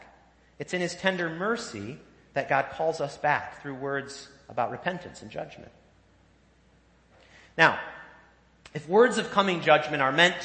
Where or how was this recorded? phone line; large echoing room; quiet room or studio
large echoing room